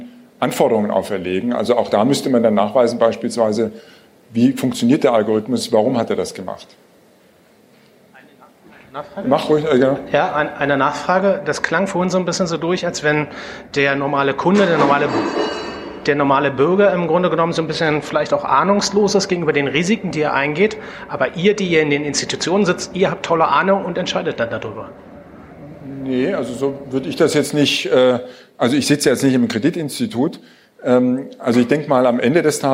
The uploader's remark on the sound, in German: Filmen durften wir es auch und veröffentlichen es hier nun ungeschnitten. Im "Makerspace Tatcraft" im Frankfurter Osten aufgenommen.